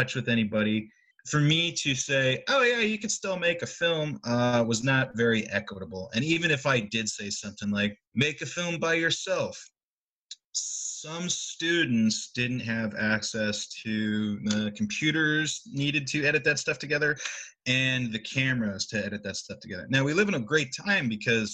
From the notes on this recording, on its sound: They spoke over Zoom.